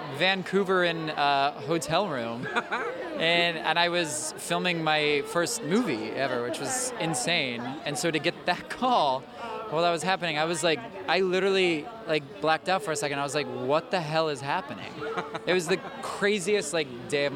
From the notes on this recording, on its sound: Red Carpet Opening Night Interviews. From the red carpet on opening night!